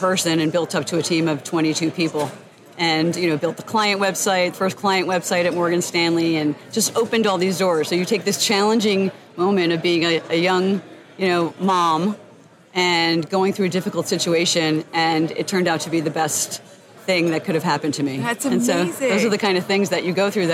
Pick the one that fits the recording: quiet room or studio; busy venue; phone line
busy venue